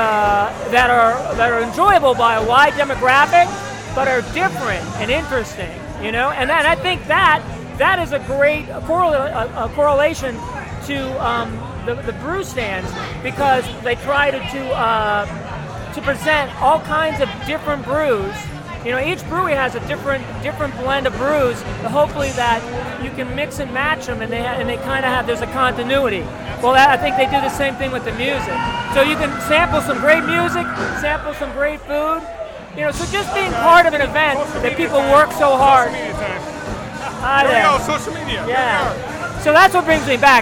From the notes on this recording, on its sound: I report live from Brewfest Waterfront District in Lorain, Ohio. Hear from people enjoying themselves at Brewfest.